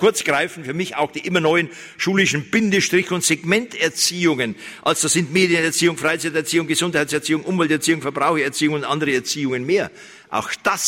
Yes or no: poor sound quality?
no